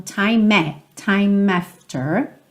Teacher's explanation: O E do time não é pronunciado, você já liga no A do after